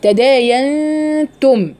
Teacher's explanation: تداينتم، أدي أول غنة اللي هي النون الساكنة وراها التاء المتحركة، هنا في غنة إخفاء حقيقي مقدارها حركتين